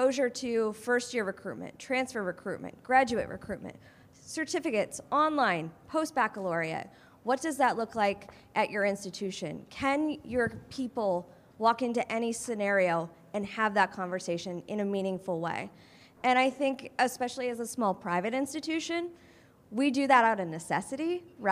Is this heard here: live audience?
yes